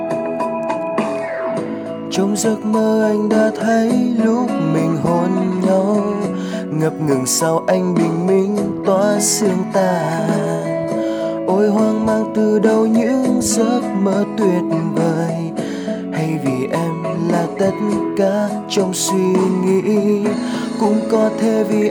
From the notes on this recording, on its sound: Recorded by my mobile phone